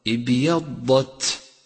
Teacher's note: تأمل صفة الهمس لحرف التاء في كلمة ابيضت ابيضت، ولاحظ ضعف حرف التاء بدون الهمس، أي هكذا ابيضت، والصواب ابيضت، وحروف الهمس يجمعها قولك فحسه شخص سكت.